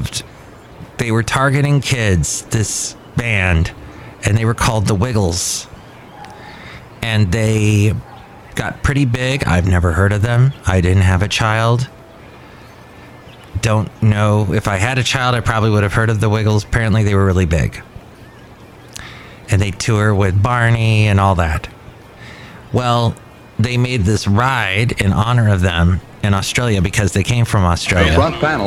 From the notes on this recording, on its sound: podcasts live from Café Anyway